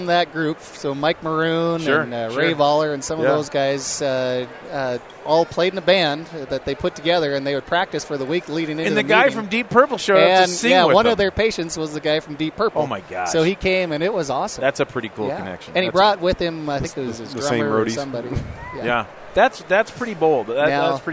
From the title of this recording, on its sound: Live from Dentsply Sirona World 2017!